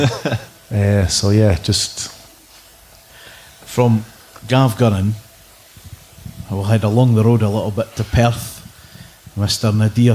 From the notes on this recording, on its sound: LIVE from The Little Theatre